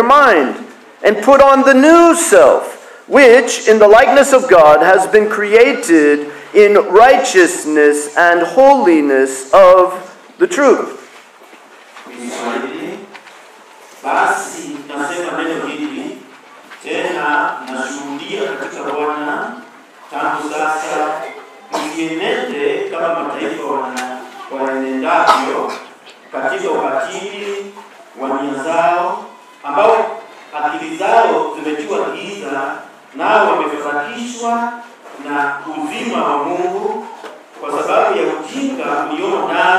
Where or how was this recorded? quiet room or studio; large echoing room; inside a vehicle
large echoing room